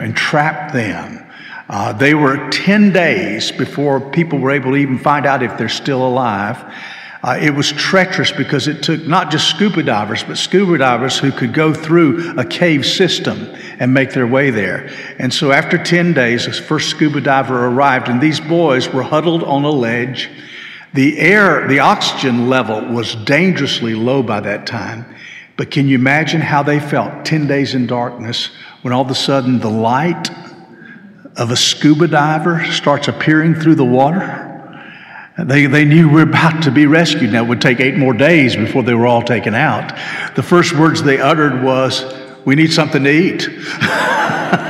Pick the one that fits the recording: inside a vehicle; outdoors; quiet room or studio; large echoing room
large echoing room